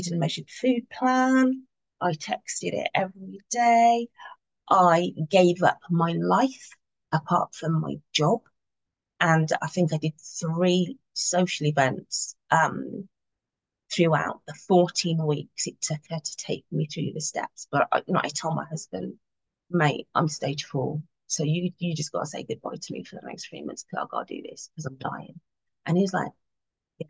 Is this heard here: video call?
yes